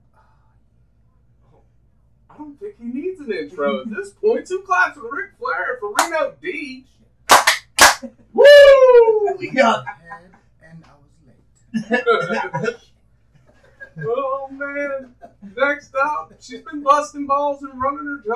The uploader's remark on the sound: Audio Goof up! Had to rewire the Studio a little and got the Mic settings screwed up.